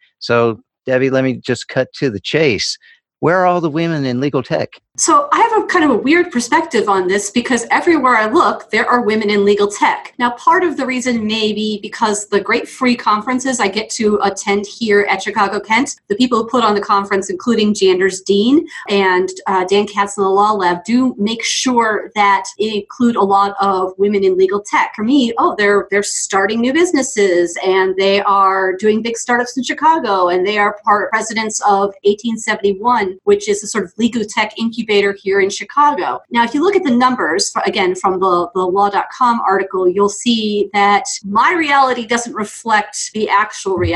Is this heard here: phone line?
no